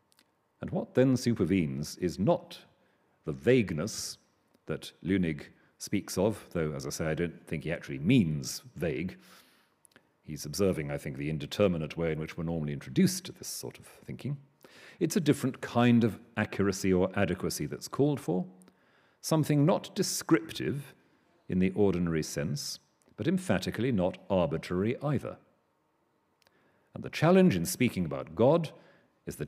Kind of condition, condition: setting, large echoing room